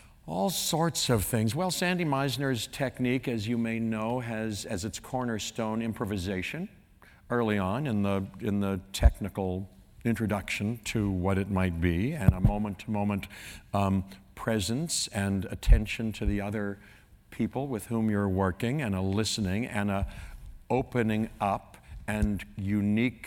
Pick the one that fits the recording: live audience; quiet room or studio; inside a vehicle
live audience